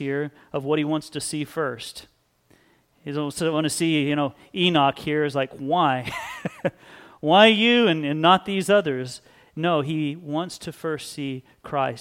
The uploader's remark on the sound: Sunday Service